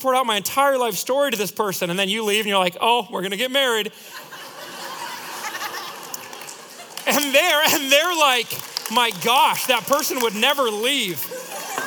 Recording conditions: live audience